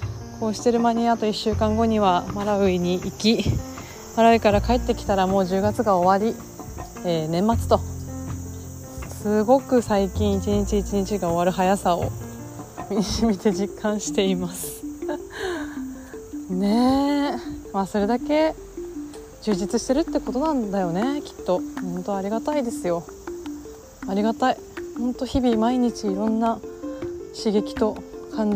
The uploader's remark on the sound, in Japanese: 川沿いを歩きながら。今日は、散歩をしながらの収録回。